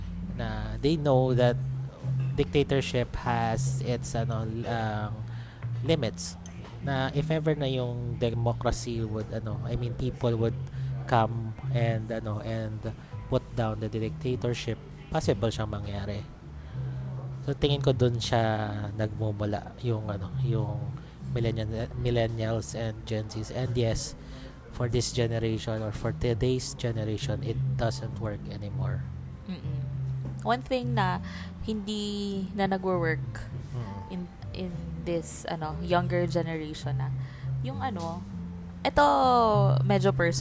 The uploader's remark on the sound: We hope you like the coffee shop noise in the background.